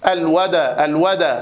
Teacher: وهذا خطأ شائع جدا عند القراء أنهم يحركون الدال الساكنة مبالغة في قلقلتها